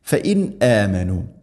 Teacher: ഫഇൻ ആമനു, ഇവിടെ ഓതുന്ന സമയത്ത് ഫഇൻ ആമനു, ഫഇൻ ആമനു, ഫഇൻ ആമനു എന്നല്ല പറയുക. ഫഇൻ അ, സാക്കിന നൂനു ശേഷം ഹംസ വന്നാൽ ഇദ്ഹാർ, വെളിവാക്കി, അഥവാ ഹംസയെല്ലാം കൃത്യമായിട്ട് ഉച്ചരിക്കണം.